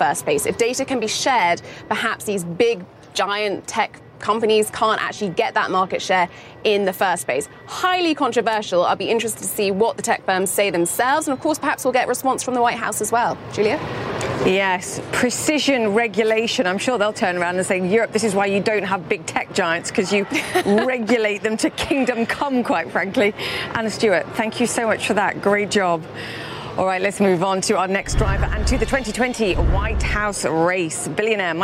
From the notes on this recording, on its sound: Live from the New York Stock Exchange.